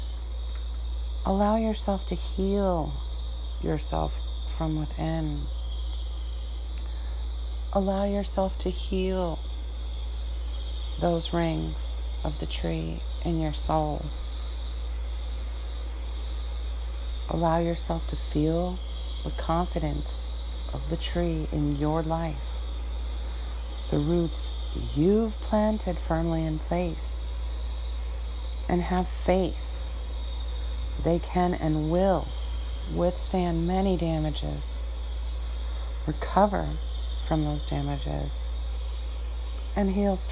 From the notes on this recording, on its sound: Let’s take a walk through the forest and reflect and meditate the sounds and energy around us